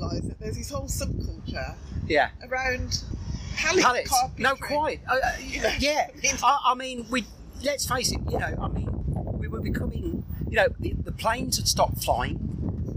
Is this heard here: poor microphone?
yes